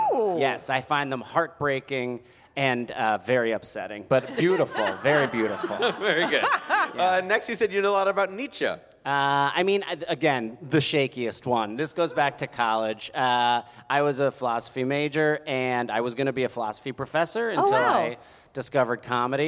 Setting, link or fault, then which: setting, busy venue